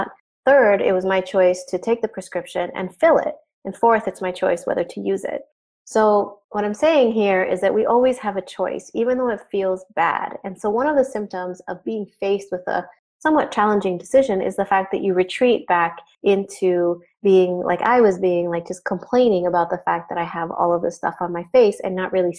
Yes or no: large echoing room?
no